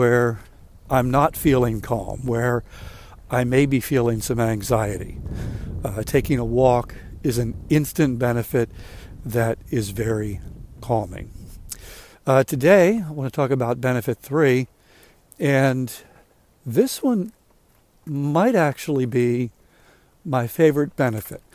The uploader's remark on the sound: During today's ten-minute walk